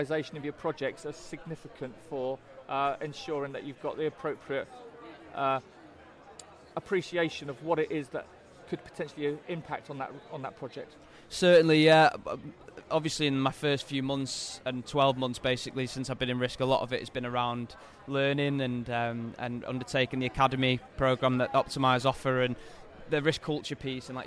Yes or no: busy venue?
yes